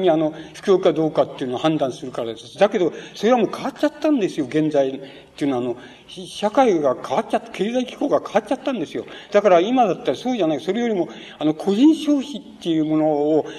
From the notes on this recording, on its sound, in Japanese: 場所：山梨県立文学館講堂。山梨県立文学館で行われた シンポジウムにおける講演。音源は主催者提供。